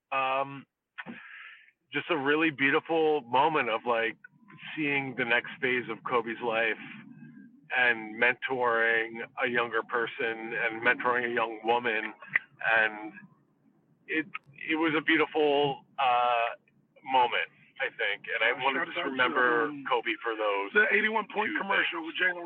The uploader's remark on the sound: We were in the car and kept it brief.